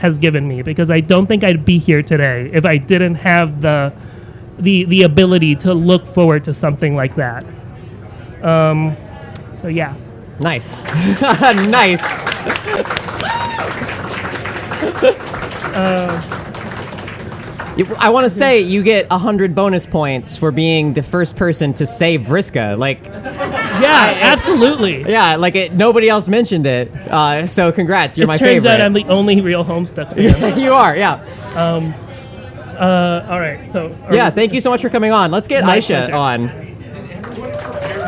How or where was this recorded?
live audience